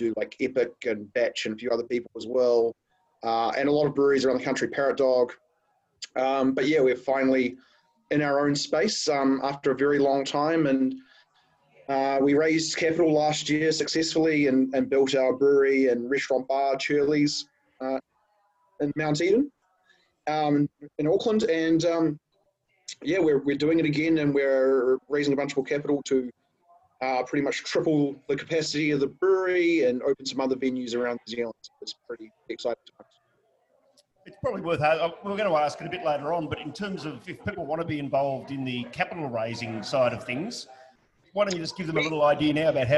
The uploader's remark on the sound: We return to the Royal Mail on Spencer for the first time in a long time for a live episode of the Online Meet the Brewers